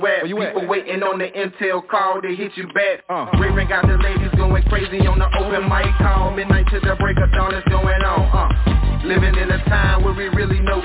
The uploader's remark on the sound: Conference Call